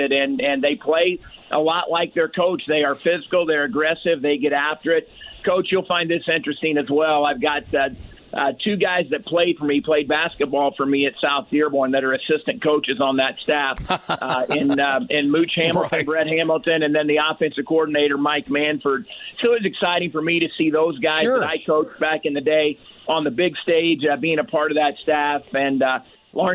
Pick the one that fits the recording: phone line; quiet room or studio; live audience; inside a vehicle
phone line